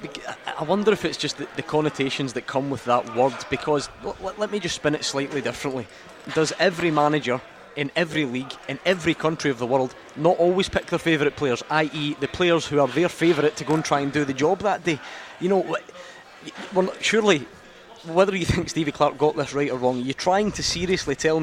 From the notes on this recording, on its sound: live from Scotland HQ at Drygate Brewery